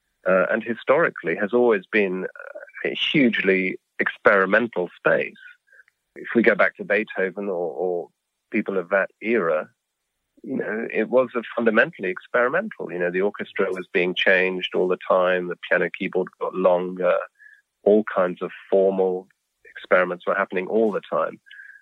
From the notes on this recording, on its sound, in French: s’est entretenu par téléphone avec le compositeur néoclassique anglo-allemand